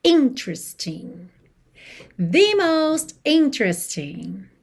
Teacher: E atenção à sílaba tônica dessa palavra, que é a primeira